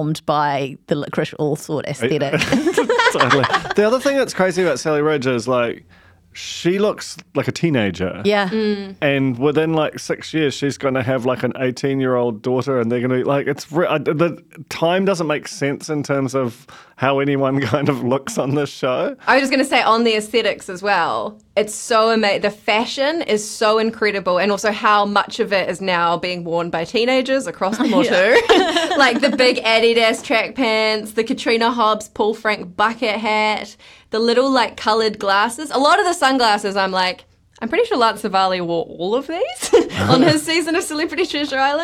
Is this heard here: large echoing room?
no